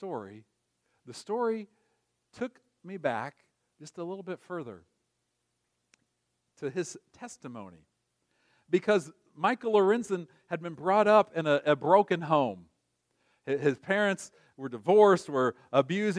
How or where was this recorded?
large echoing room